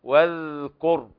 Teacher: الذال لابد من بيانها حتى لا يدخل فيها الهمس. بعض الناس يقرأ لحنا واذكر، فالذال والضاء والثاء مخرج واحد فتتميز فيها بالشدة.